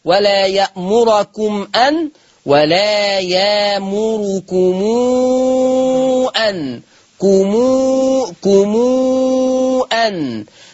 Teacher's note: صلة ميم الجمع بمقدار الإشباع 6 حركات